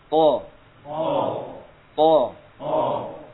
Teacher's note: Istila tebal, ya. Pangkal lidahnya naik sehingga menebal.